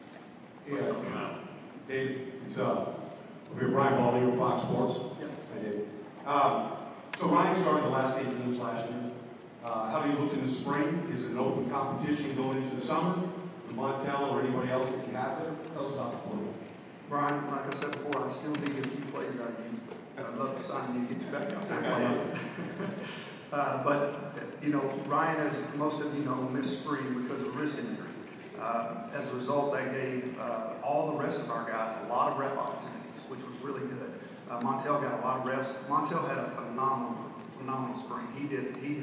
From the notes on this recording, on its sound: Q&A at Big 12 media days 2016